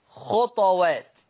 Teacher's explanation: قرأ ورش بسكون الطاء مع بيان، إذا كانت الطاء بقت ساكنة يترتب على السكون إيه؟ قلقلة، مع بيان صفة القلقلة في لفظ خطوات، تقرأ عند ورش خطوات.